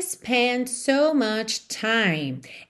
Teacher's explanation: essa consoante oclusiva do final aí, que pode ser D ou T, não fica marcadinha, a gente não consegue ter certeza somente pelo som.